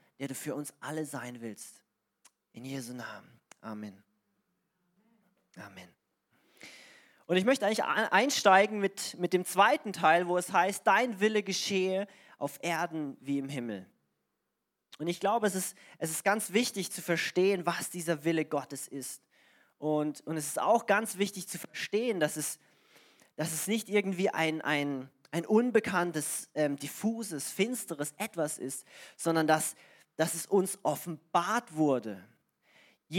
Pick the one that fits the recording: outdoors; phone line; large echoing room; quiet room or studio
large echoing room